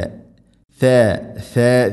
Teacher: നാവിൻ്റെ അറ്റം മുൻപല്ലുകളുടെ ഇരുനെരുകിൽക്കിടയിലൂടെ അല്പം പുറത്തോട്ട് നിൽക്കണം നാവിൻ്റെ അറ്റം, അതാണ് ശ.